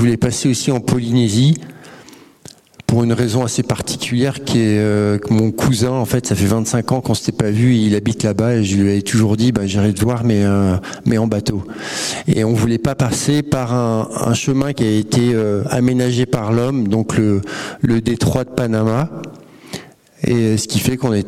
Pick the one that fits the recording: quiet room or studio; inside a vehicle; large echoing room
large echoing room